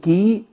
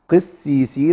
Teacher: لو بصينا للقاف القاف مكسورة والقاف المكسورة ضعيفة · Shown in: second take